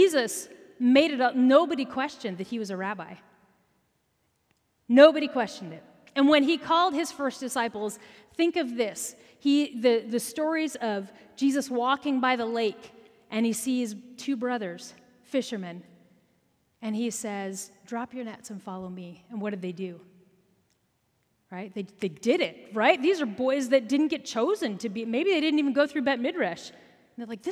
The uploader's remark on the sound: Recorded at our Sunday Gathering on October 15, 2023 in Port Orchard WA.